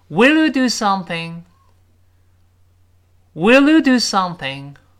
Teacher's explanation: 注意这个 you 和 do something 那个 do 要重读